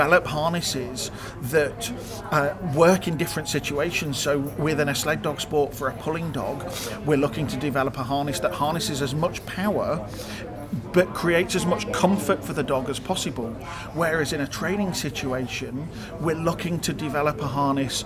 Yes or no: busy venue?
yes